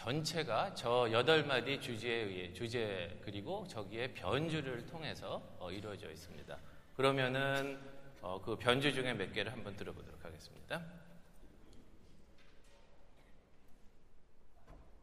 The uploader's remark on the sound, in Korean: 토요콘서트 실황